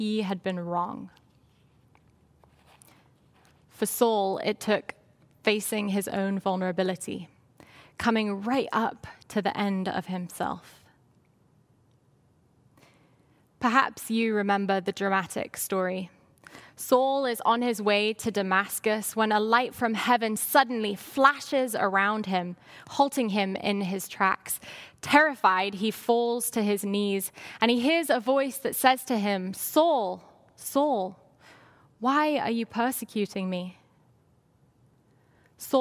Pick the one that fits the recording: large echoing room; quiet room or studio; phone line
large echoing room